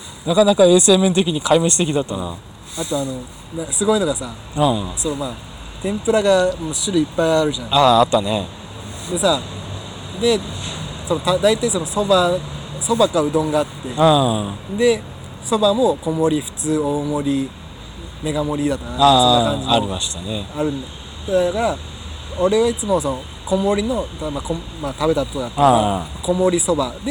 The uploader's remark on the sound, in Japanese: 西日暮里で2人。いつも収録している公園。